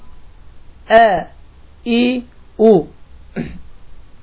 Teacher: Birinci hərfimiz Əlif hərfidir. Əlif hərfinin məxrəci boğazın sonudur. Və bu hərfi ifadə etdiyimiz zaman heç bir zorluq və heç bir əziyyət boğazı sıxmadan ə, i, u.